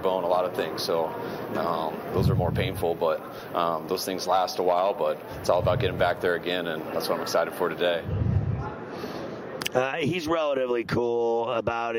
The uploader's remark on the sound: Live From Radio Row in Las Vegas!